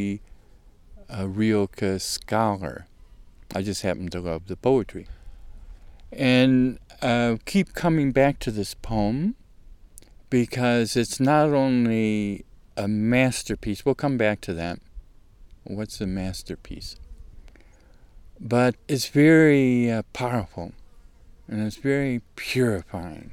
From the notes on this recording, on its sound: RECORDED THIS SUMMER, at a beautiful alpine lake in the North WALLOWAS